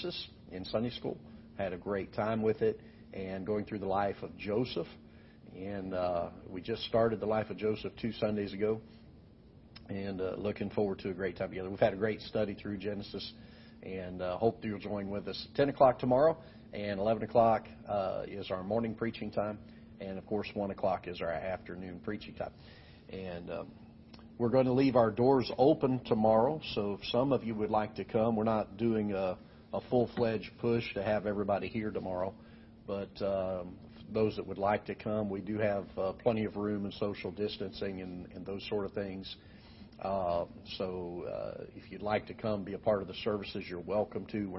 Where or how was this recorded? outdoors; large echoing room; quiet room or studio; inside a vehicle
large echoing room